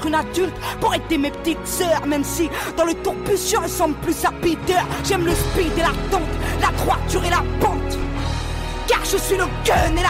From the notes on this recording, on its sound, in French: En direct du château de Banne sur festival ARDECHE MEETING. Les Vans (07).